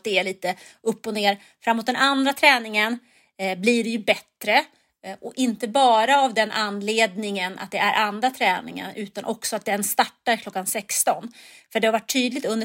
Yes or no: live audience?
no